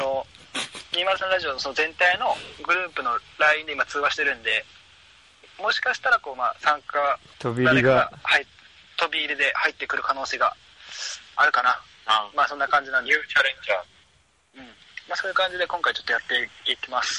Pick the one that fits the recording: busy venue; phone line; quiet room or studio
phone line